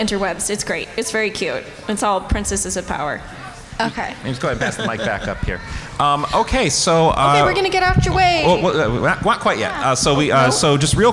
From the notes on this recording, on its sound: Serious Fun returns with another slate of live episodes from the 2023 Brown County Library Pop-Con! In front a live audience!